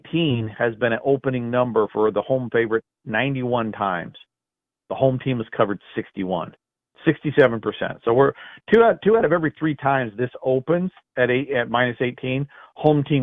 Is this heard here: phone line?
yes